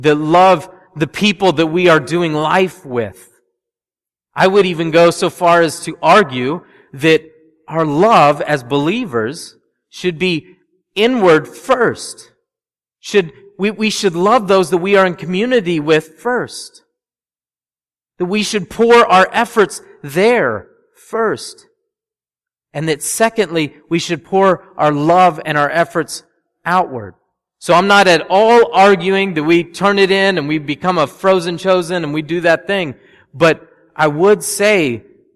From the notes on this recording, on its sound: at Restoration Road Church in Wakefield, Massachusetts